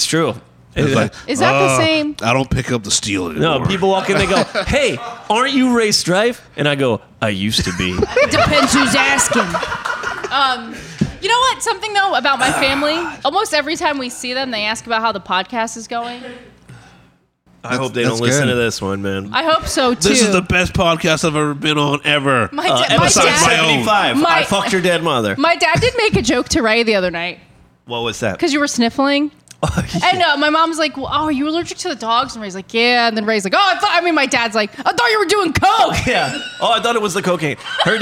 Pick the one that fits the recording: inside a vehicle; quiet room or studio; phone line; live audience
live audience